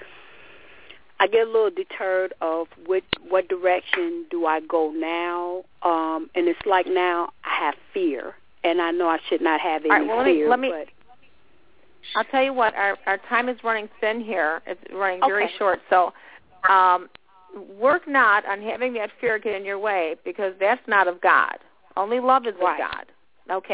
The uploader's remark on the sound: This is a live call in show